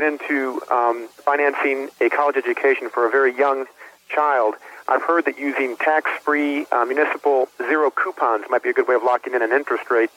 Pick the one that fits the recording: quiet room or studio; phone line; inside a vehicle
phone line